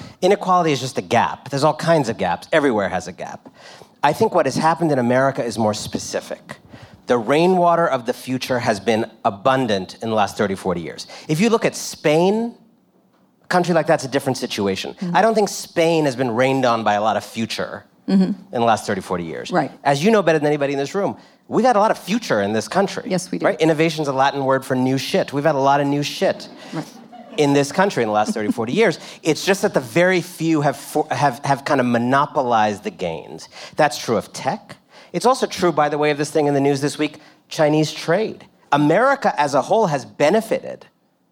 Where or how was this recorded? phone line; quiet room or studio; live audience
live audience